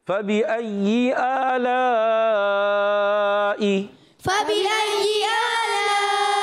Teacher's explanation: فبأي میں فا کا مخرج ہے اوپر والے دانتوں کے کنارے، نیچے والے ہونٹ کے تر حصے سے فا ادا ہوتا ہے، اور با ادا ہوتا ہے دونوں ہونٹوں کے تری والے حصے سے۔